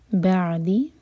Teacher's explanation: بعد عین ساکن پر جھٹکا نہ ہو